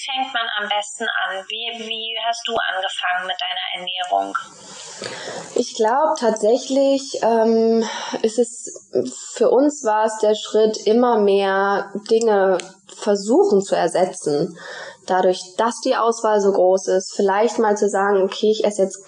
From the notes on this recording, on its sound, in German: Bitte entschuldige die Tonqualität in dieser Folge! Leider hat mich mein Mikrofon in dem Interview verlassen.